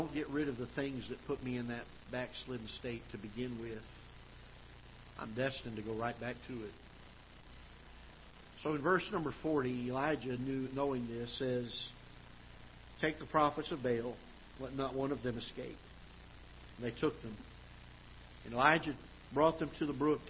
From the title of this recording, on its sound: Ketha Heights Baptist Church ~ Live Broadcast